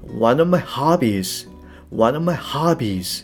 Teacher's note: of と my ですね。これは低く短く、まあ、内容語に吸収されちゃうみたいなそんなイメージで読む · Term: リズム感